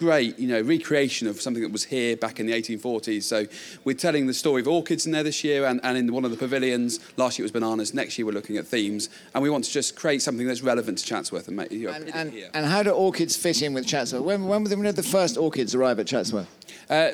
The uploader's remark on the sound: Live from Chatsworth. This week we're at the RHS Chatsworth Flower Show in Derbyshire, revelling in this floral extravaganza in the heart of the Peak District. Chairs a live question and answer session with leading gardening experts.